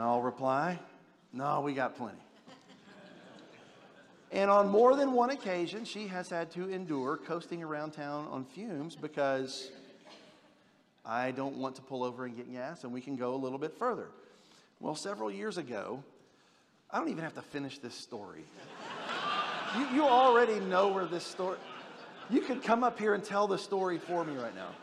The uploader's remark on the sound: General Session X from the 2023 Shepherds 360 Conference